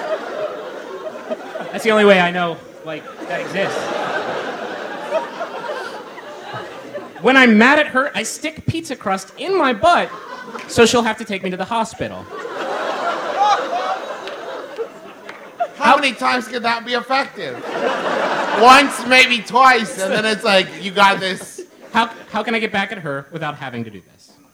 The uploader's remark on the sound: It's MBMBaM's first live show ever. Every single person who came out to Second City for the show!